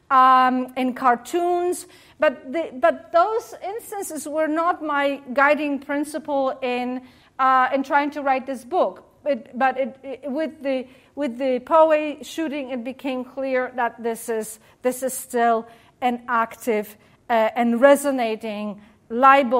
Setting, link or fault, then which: setting, live audience